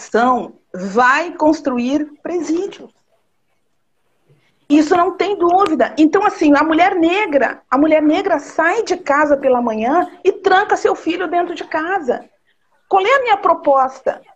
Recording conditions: video call